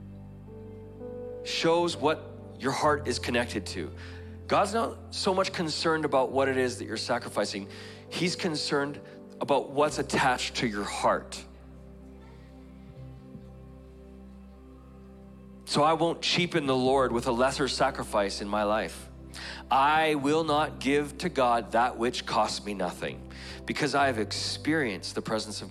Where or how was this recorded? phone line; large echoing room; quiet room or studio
large echoing room